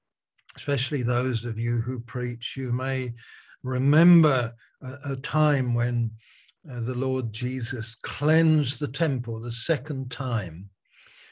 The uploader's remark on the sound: Malaysia Meets (Zoom)